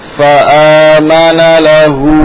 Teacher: Hamzanya jangan keluar lewat hidung, lewat mulut. Fa'amana lahu.